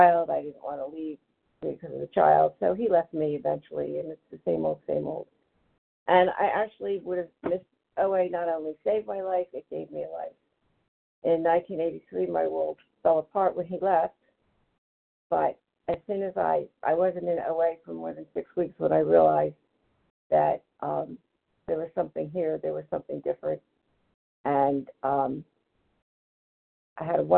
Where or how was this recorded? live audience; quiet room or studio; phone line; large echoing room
phone line